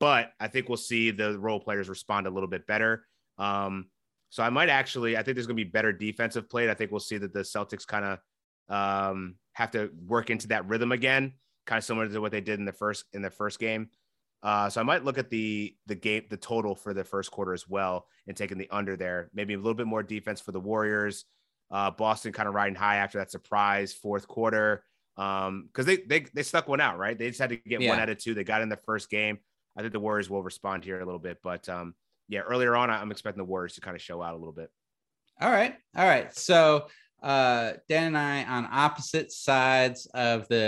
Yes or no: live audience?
no